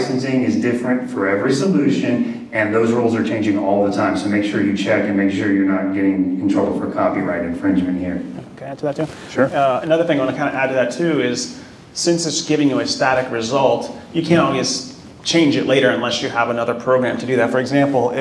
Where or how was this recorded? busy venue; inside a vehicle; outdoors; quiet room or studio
busy venue